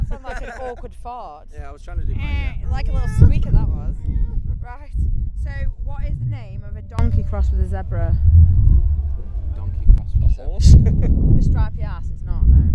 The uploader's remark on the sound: Sorry about the sound quality, the wind decided to pick up 2 seconds.